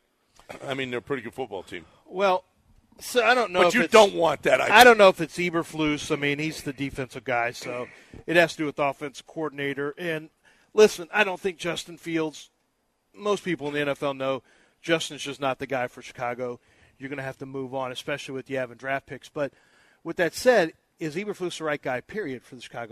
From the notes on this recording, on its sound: LIVE from East River 9!